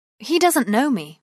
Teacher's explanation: Étant donné que la négation est faible, le T final va être réduit pour privilégier le son N de know. Attention, dans ce mot, la lettre K est muette.